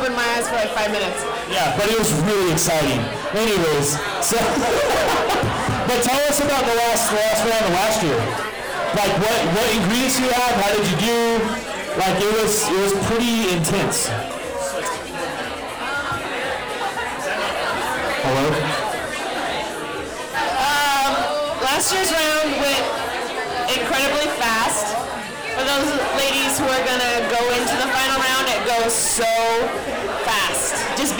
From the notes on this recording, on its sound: Cherry Roast Live! FINAL Round 4 (Denver 2016). The final round of the 2016 Cherry Roast Competition.